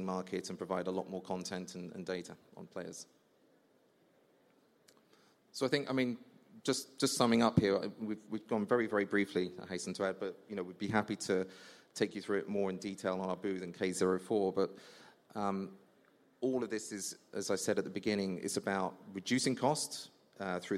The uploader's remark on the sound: Live Episode: Spiideo at Sportel 2023